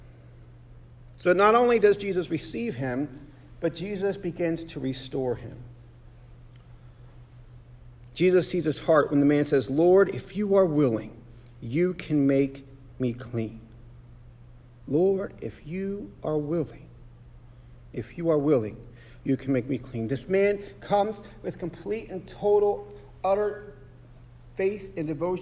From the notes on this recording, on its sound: Sermon preached on January 7, 2024 at The Salvation Army Augusta Kroc